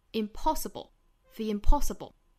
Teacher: impossible 这个词它的重读音节也是在后面这个第二个音节上，就是 po 这个音节上